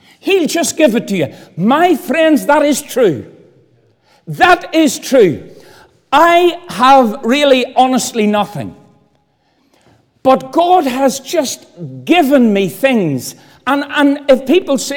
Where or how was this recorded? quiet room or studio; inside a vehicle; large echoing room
large echoing room